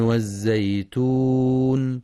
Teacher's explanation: كما يراعى بيان صفة الصفير ورخاوتها في الزاي الساكنة من والزيتون، والوقف على النون بصفة التوسط.